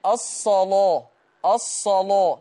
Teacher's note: اللام عند ورش مفخمة. اللام تمام مغلظة، بس بشرط إن اللام دي تبقى مفتوحة وقبلها صاد أو طاء أو ظاء.